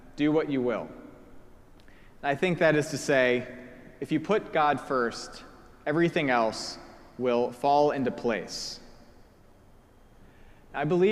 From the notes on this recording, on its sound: Preached at our celebration of the Holy Eucharist on the Third Sunday after Pentecost.